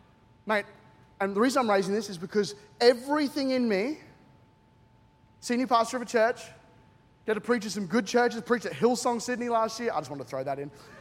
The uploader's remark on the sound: C3 Powerhouse. Recorded during our 9am service on Sunday, the 14th of January 2024.